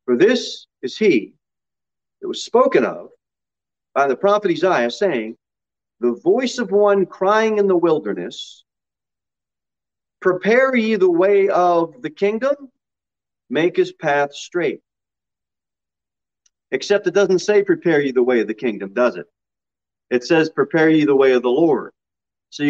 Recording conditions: large echoing room